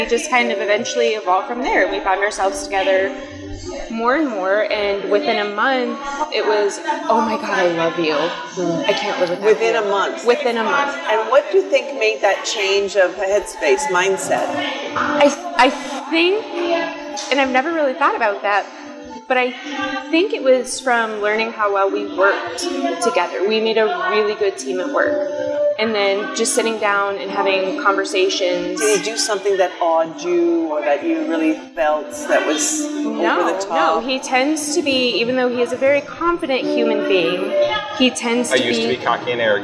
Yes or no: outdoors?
yes